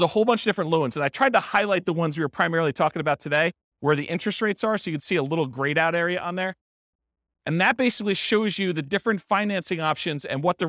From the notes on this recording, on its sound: This was a live class recorded